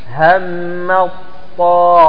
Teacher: مباشرة تنطق بطائين مفخمة